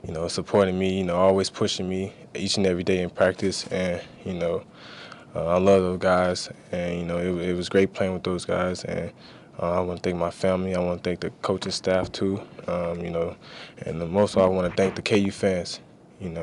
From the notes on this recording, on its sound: during a press conference